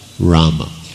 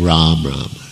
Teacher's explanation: every consonant has a sort of a short A after it · Shown in: first take · So it would be Rama.